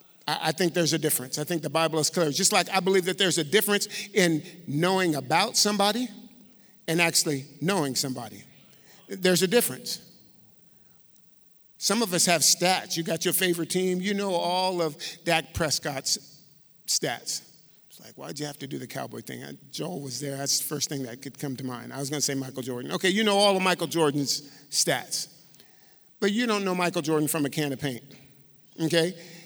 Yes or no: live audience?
yes